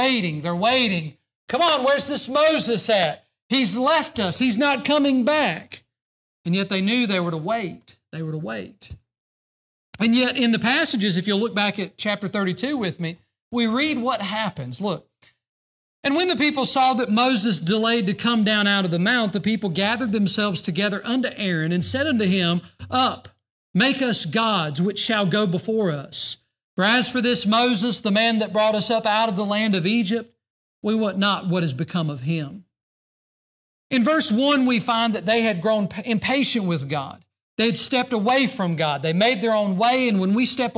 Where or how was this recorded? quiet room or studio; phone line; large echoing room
large echoing room